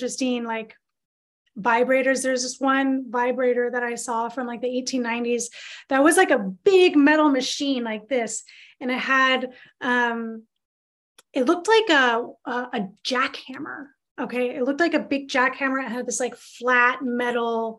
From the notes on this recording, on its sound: This is the audio of a webinar that was taught in Sept 2022.